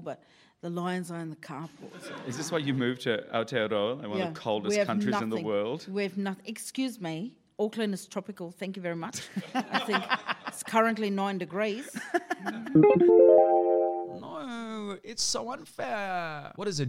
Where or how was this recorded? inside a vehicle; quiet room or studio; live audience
live audience